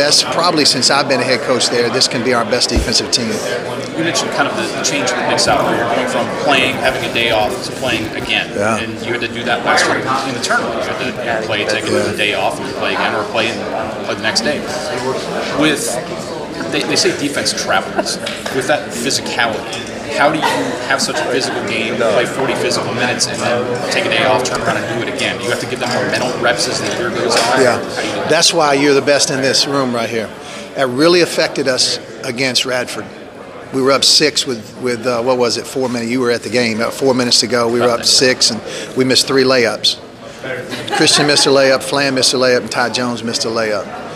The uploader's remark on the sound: at 2019 Big South Media Day